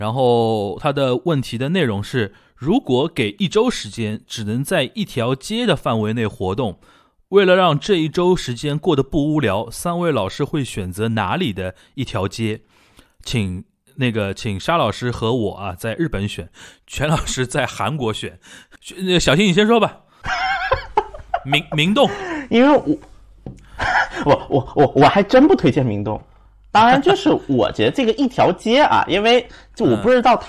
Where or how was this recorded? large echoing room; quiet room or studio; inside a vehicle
quiet room or studio